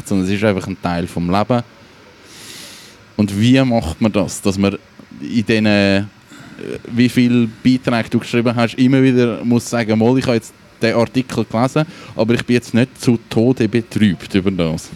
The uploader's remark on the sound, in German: Live aus der Music Esse Bar, man vom nahen Bahnhof her das pulsierende Leben hört.